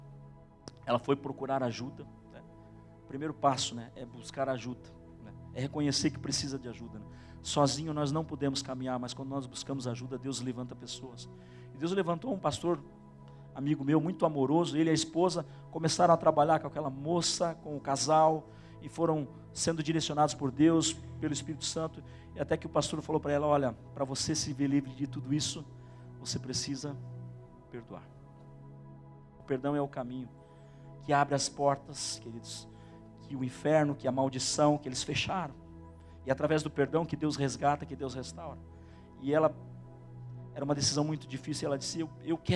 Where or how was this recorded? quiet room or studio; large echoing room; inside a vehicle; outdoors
large echoing room